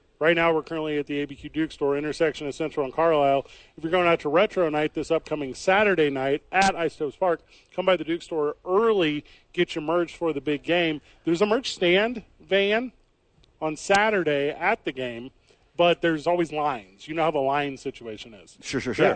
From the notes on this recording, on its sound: Live from The Albuquerque Duke Store.